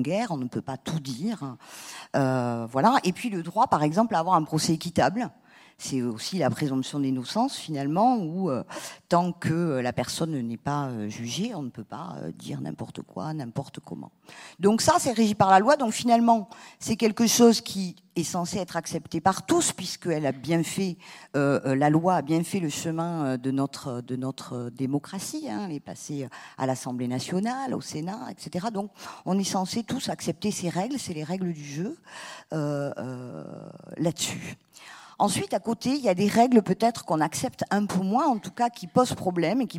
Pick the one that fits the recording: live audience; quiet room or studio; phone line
live audience